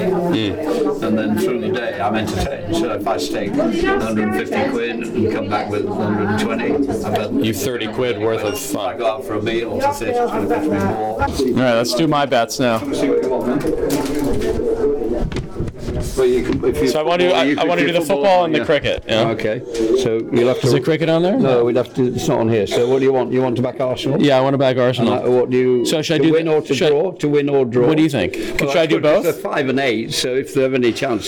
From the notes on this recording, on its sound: Takes Outside The Glass into a betting shop in Pontefract to put a wager down.